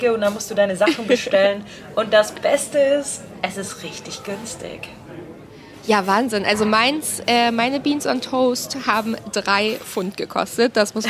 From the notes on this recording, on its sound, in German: Und genau in so einem Caff haben wir diese Folge aufgenommen. Das Regency Café in Westminster ist eines der bekanntesten Caffs in London.